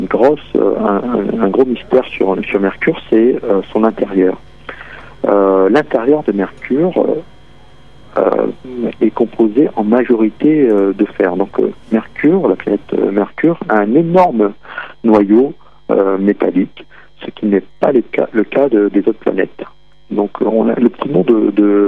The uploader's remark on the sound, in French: Astrophysicien à l'observatoire de Paris (par téléphone).